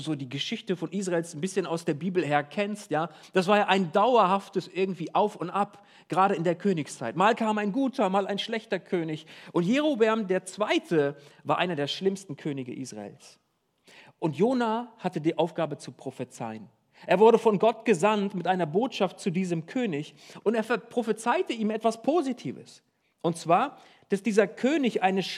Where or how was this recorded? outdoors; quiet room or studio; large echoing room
large echoing room